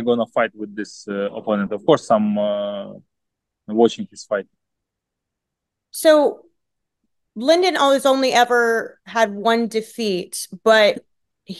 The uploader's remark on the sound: via Zoom